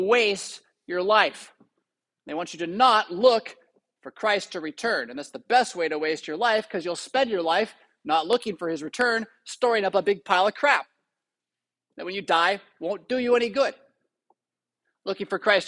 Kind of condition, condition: setting, large echoing room